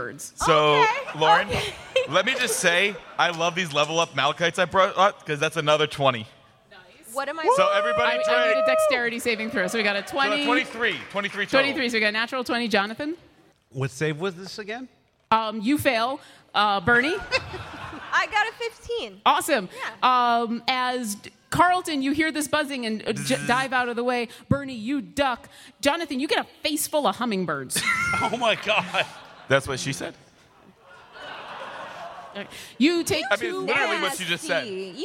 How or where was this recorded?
live audience